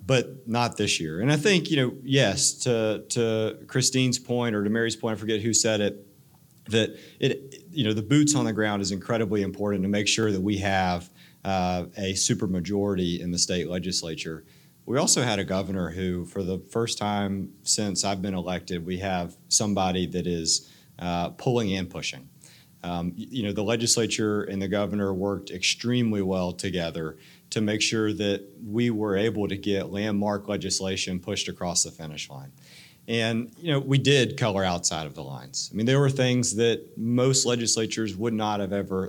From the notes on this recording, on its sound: Speech at the WRWF in Walton County Florida. We went on location to record State Sen.